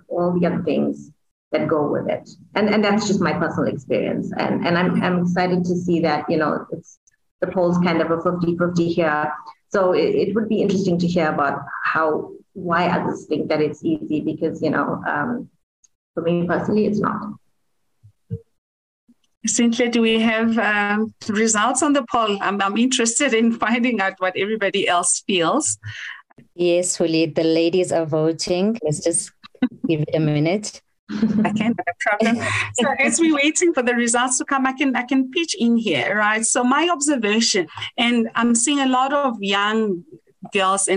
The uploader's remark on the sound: Woman in Mining Webinar Series 1